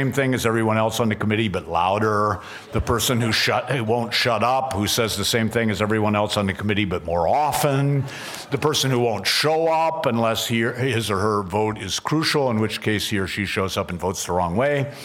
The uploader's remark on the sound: at the Acton Institute's 23rd Anniversary Dinner on October 24, 2013